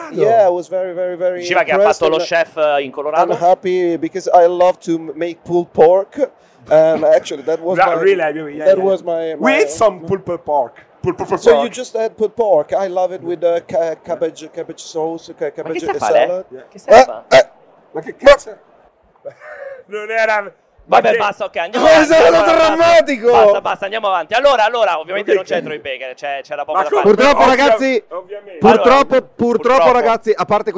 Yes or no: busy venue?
yes